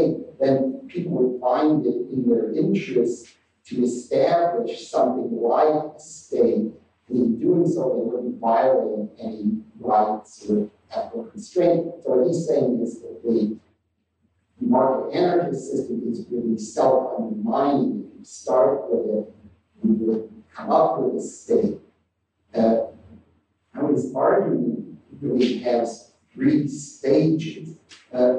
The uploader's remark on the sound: The current track has been improved with auto-processing; better audio track in preparation, with manually done tweaking… will replace the current track when ready. This lecture is from the 2008 meeting of the Property and Freedom Society.